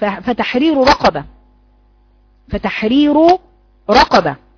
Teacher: فتحرير رقبة، خلي بالك فتحرير رقبة ازاي، وانت بتقرأي هذه الكلمة تتمي الضمة الاولى وتجيبي فتحة في الراء الثانية بتصاعد صوت الحرف الى الحنك الاعلى